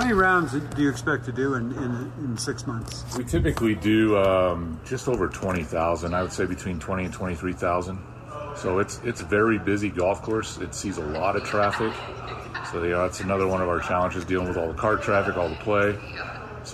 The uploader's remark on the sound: broadcast live from Edgewood Tahoe for the American Century Celebrity Golf tournament.